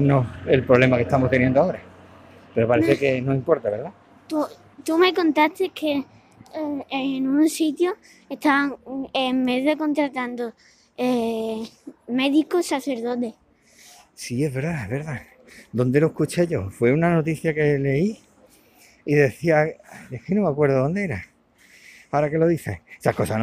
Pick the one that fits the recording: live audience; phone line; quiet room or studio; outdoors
outdoors